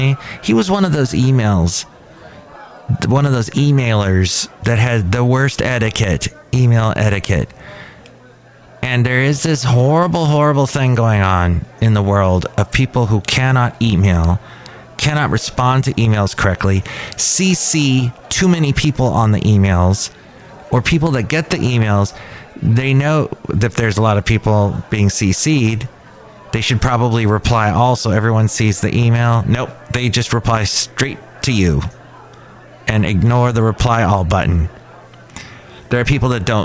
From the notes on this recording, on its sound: podcasts live from Café Anyway